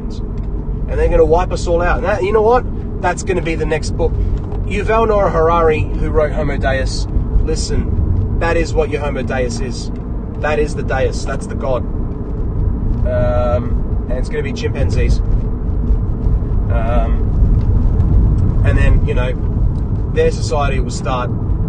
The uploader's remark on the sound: This episode was recorded in my car on the way to work. Sorry for bad audio.